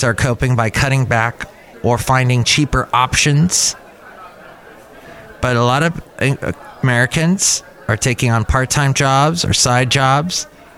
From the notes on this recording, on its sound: podcasts live from Cafe Anyway